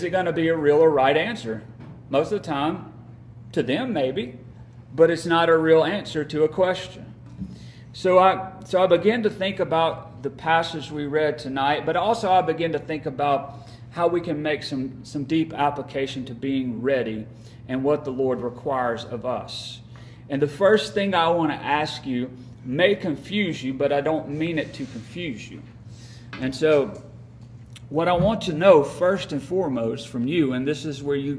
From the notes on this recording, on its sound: Live recording from Midweek Bible Study at Friendship Baptist Church, Sturgis, MS.